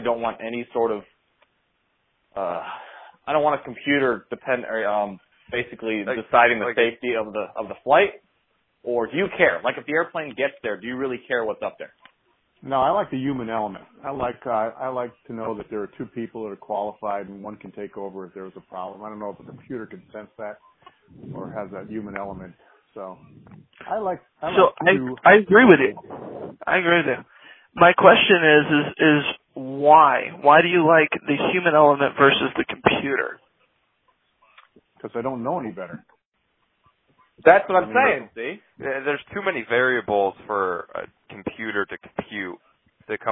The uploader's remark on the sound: our first live caller